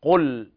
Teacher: القاف تخرج من أقصى اللسان مع ما يحازيها من الحلك الأعلى · Term: التفخيم